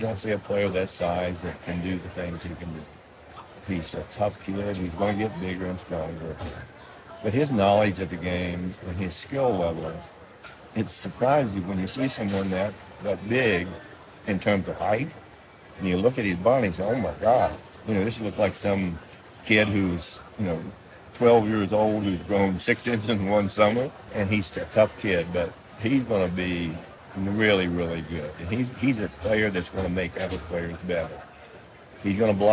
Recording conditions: background noise